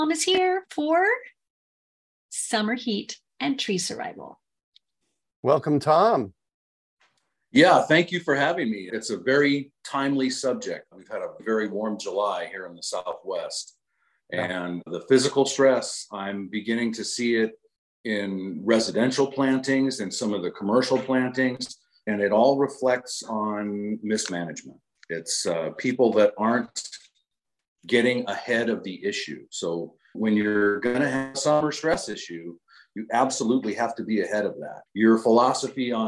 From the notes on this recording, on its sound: As we chat with our zoom audience. Live Zoom webinars.